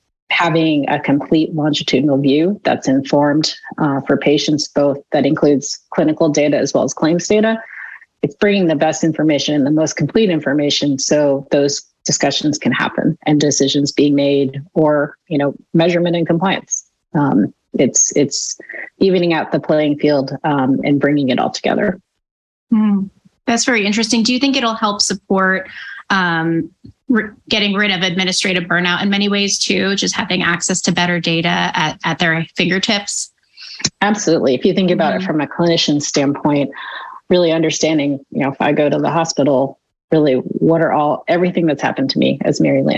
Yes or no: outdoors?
no